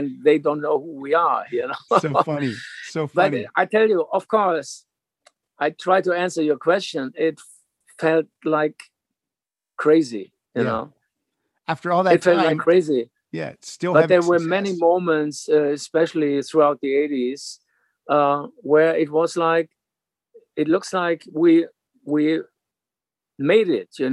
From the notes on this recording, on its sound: the Zoom Room